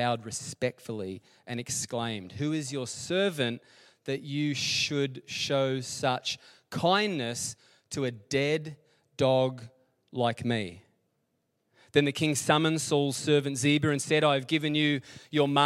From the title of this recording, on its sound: LIVE at Echo Church